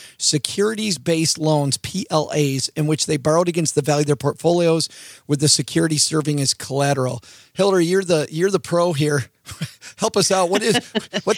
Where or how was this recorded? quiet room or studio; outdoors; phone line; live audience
quiet room or studio